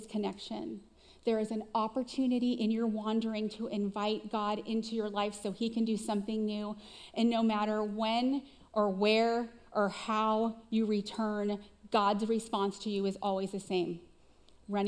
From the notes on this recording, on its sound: Recorded live at CrossWinds Church on July 30, 2023.